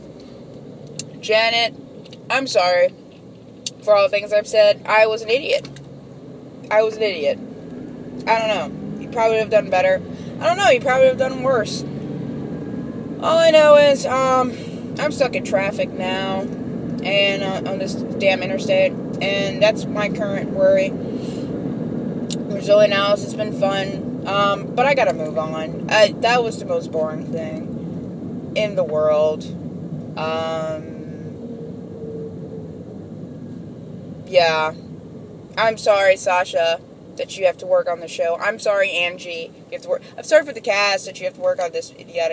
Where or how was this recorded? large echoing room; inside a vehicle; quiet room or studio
inside a vehicle